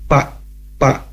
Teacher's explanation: kalau bibir dengan bibir, bibir atas dan bibir bawah, maka itu akan jadi fa fa